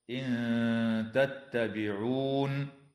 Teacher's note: إخفاء حقيقي للنون الساكنة عند التاء مع الغنة مرققة